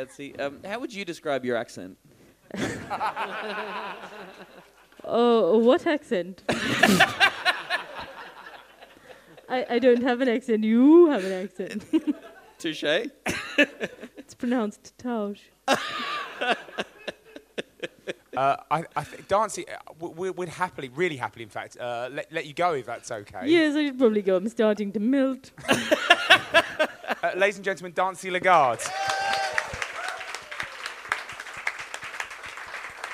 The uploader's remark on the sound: Live from Edinburgh Fringe! Recorded in front of an audience at the Edinburgh Fringe Festival.